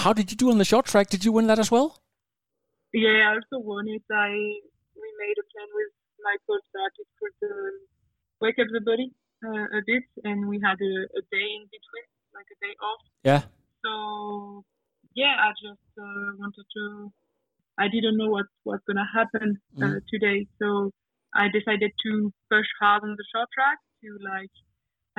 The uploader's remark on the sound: on the phone from Italy